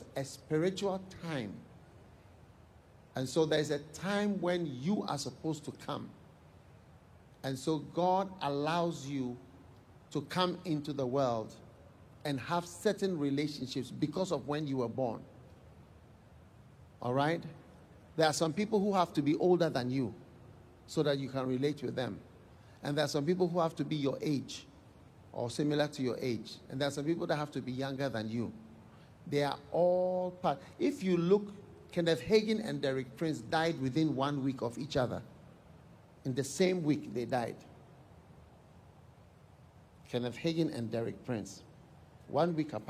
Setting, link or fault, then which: setting, live audience